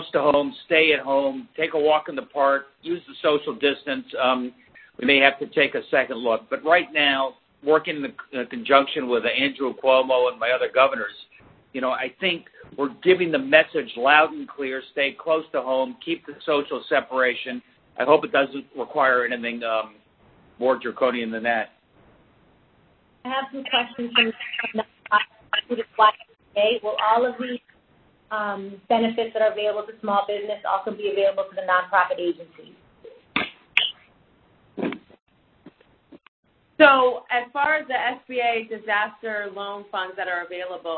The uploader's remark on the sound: Conference Call